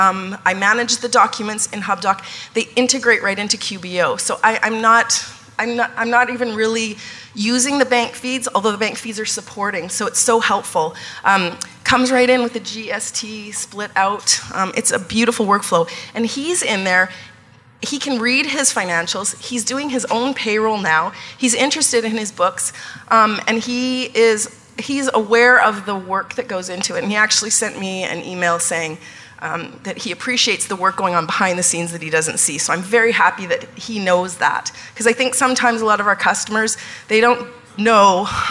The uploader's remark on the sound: Live Broadcast at the The IPBC IGNITE Conference